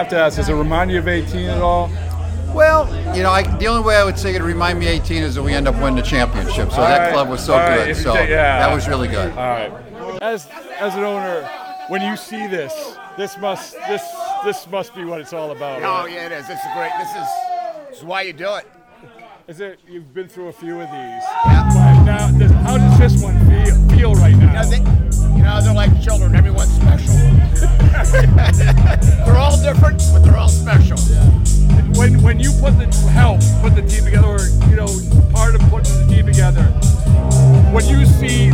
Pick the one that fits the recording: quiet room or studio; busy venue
busy venue